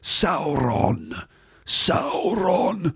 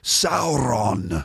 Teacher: You can hear the rolling R, Sauron. That's something you hear in Welsh.